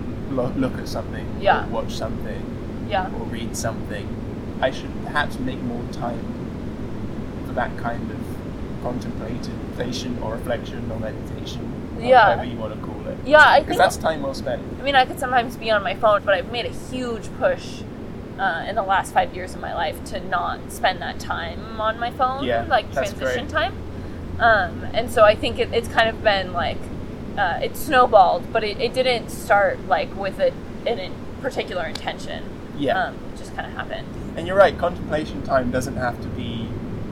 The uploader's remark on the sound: This podcast was recorded on the beach in Las Tunas, Ecuador.